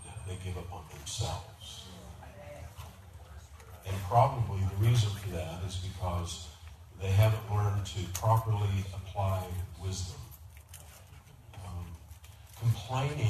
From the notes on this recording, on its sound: We had technical difficulties recording this Sunday, please excuse the poor sound quality.